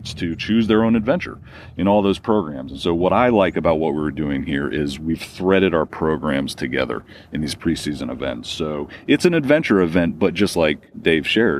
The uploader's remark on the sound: A special podcast on location at the Brown's Creek Adventure Event.